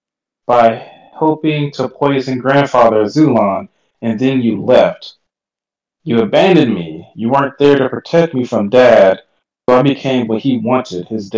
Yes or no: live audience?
no